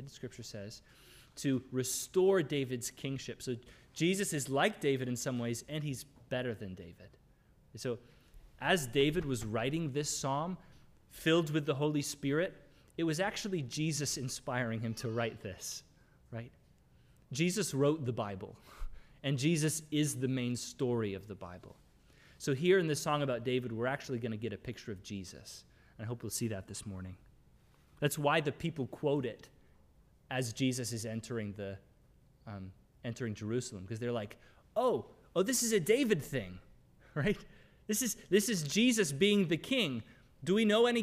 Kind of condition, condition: setting, large echoing room